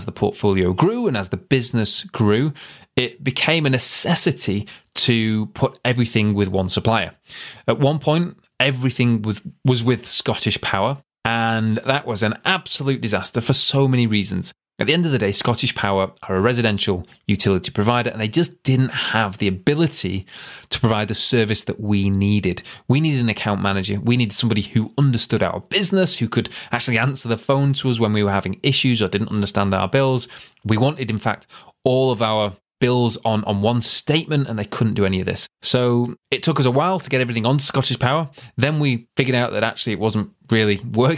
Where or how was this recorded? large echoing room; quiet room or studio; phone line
quiet room or studio